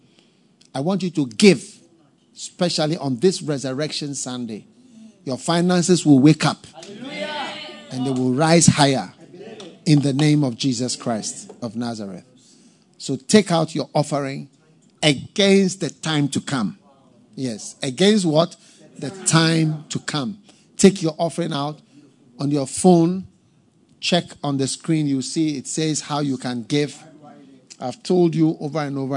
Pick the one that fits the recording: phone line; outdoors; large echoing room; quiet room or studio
large echoing room